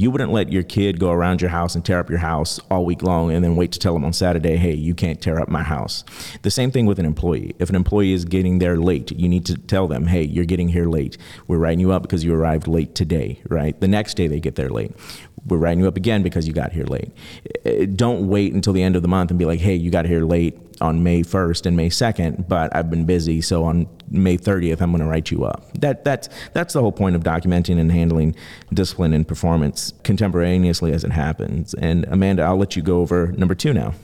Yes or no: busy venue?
yes